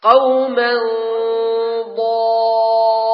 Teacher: النون الساكنة والتنوين موجودة لكنها مخفاة، تنطق في حالة وسط بين الإظهار وبين الإدغام · Term: الإخفاء